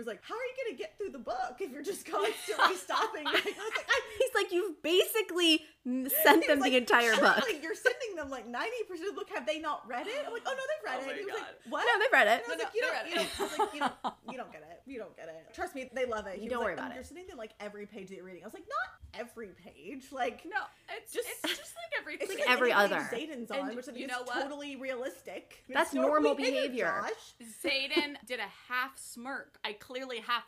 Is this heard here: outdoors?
no